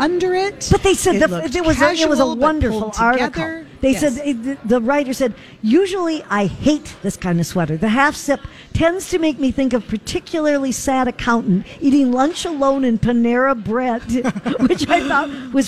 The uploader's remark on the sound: Live at General Store of Minnetonka